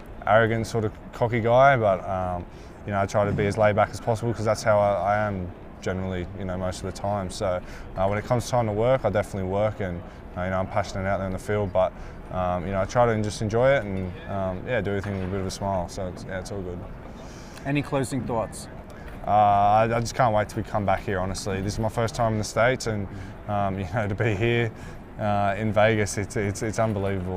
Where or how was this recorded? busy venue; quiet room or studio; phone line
busy venue